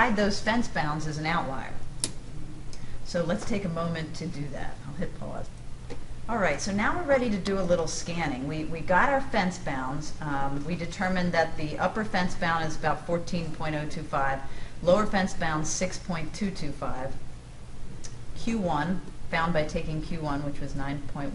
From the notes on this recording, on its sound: This is a clip form a live classroom.